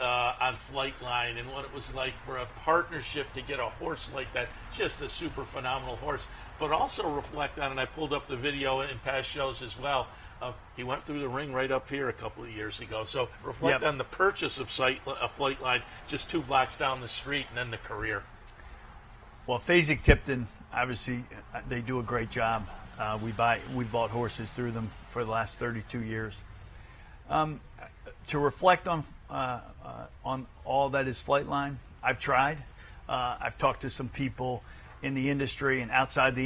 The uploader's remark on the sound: live from Saratoga Race Course